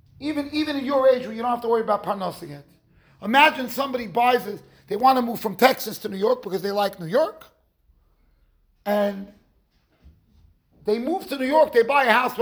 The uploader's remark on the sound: Shiur recorded in Yeshivas Ohr Reuven, Monsey NY.